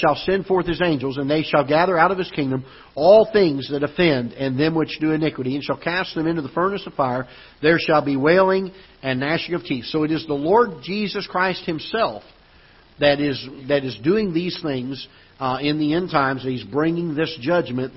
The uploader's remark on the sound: Ketha Heights Baptist Church ~ Live Broadcast